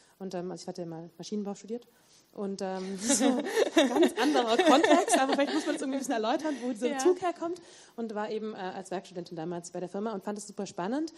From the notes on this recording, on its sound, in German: Vortrag und Podiumsdiskussion